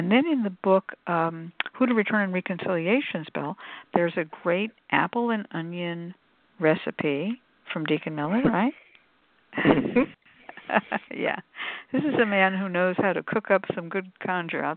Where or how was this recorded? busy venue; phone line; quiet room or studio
phone line